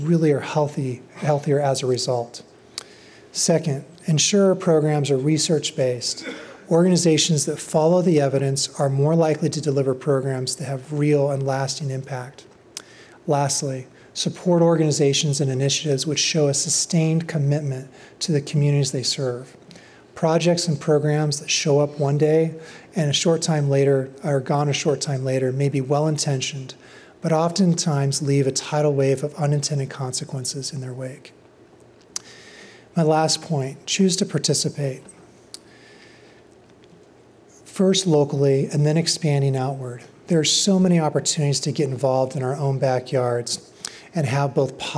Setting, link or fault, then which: setting, live audience